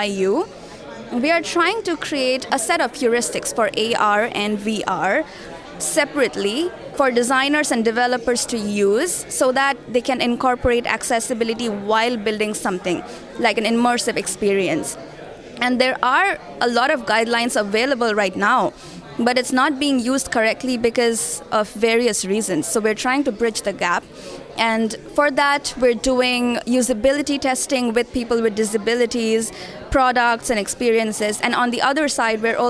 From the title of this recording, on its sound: Poster Session Interviews from XR Access Symposium 2023